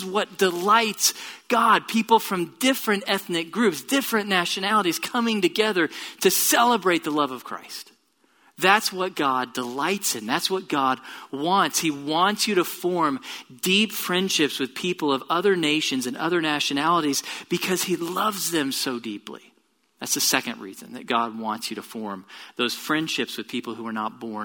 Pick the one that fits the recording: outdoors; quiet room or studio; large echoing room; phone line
large echoing room